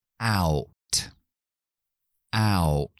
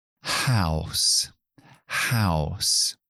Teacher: No me estáis viendo la boca, pero estoy haciendo como un abro muchísimo y luego voy a la U, au, ah, me termino con los labios redondos